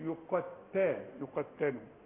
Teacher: التاء، هل الحرف اللي عليه الشده، الحرف اللي عليه الشده يغن؟ لا، بحققه لكن ما غنوش